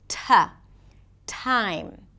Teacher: The T is usually aspirated. That means that there is a lot of air that comes out with the T.